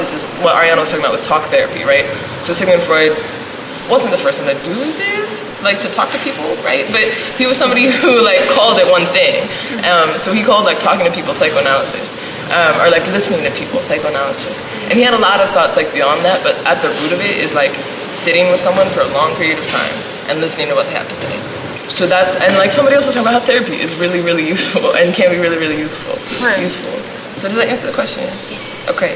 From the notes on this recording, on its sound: This episode is of the workshop Seize Bellevue, recorded on June 9, 2018 at Performance Space New York. To conclude Brujas’ three week exhibition and residency.